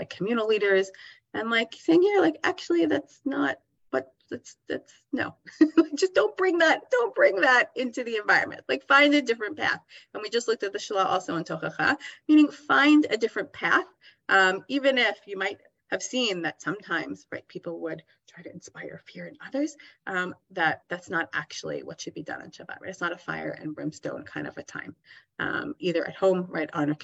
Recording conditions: video call